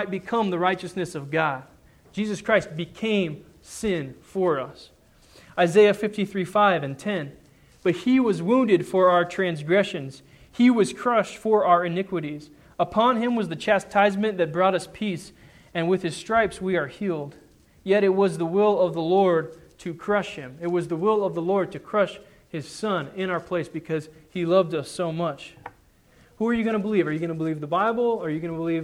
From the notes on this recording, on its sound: Sermon preached on Sunday, February 28, 2010 at the Church of the Good Shepherd in Glendora